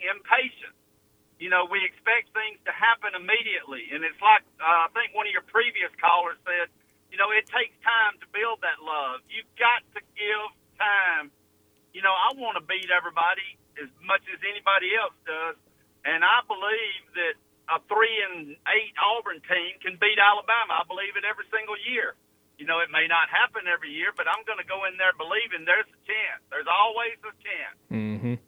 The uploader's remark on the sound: Take dozens of phone calls from Auburn fans.